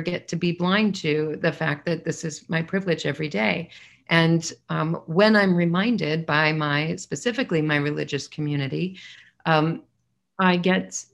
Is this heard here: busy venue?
no